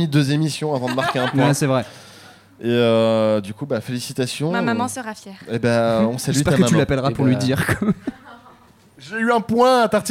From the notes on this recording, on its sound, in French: Live devant un public affamé.